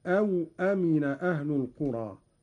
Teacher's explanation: قرأ قالون بإسكان الواو هكذا: أو أمن أهل القرى، على أن أو حرف عطف للتقسيم، والمعنى أفأمنوا إحدى العقوبتين.